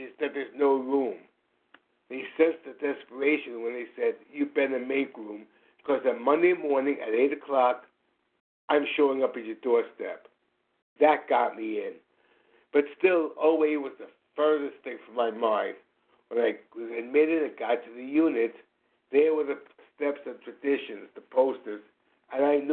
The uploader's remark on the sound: from the 100 Pounders Phone Meeting, 5/6/23